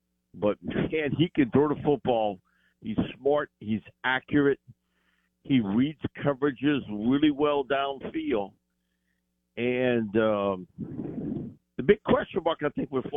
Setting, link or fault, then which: link, phone line